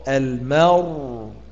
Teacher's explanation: الوقف بالنقل على السكون المحض مع تفخيم الراء